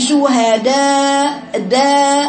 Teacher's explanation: رفعت لسانك أكتر أقصى لسانك من ورا فقلتي شهداء داء بقى فيه تفخيم في الدال.